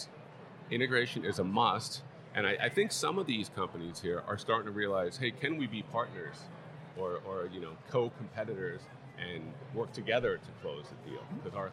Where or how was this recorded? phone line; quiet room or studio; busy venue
busy venue